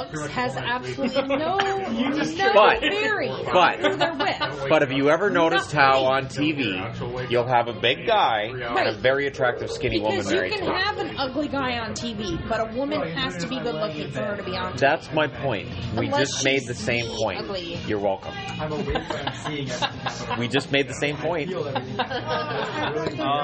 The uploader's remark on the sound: Just turned on my phone and hit record at Red Robin.